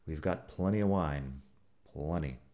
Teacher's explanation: plenty la T como si no estuviera ahí